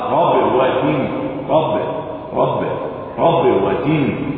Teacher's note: تغلق على الباب، احكم الاغلاق للشفتين حتى تحبس صوتها وتحبس بالتالي نفسها فتكون شديدة ومجهور.